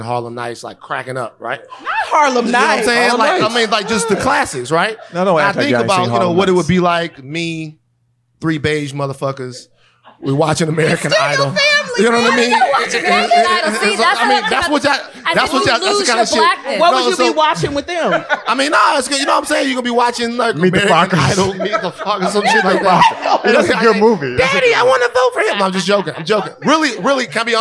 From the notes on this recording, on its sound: Live at the Reparations Club in L.A. Hop on the mic for a quick Q&A.